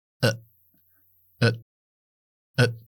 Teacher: At the door, esas primeras dos palabras, at, lo vamos a debilitar y dejarlo en e, e, e, simplemente una schwa y la T está glotalizada.